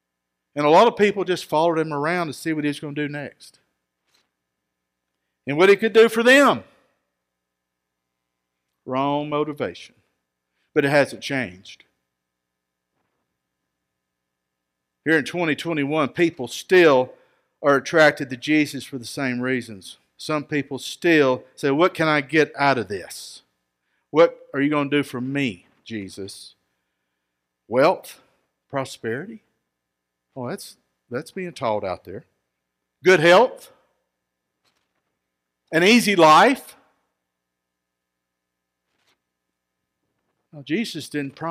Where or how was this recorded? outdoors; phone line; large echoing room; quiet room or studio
large echoing room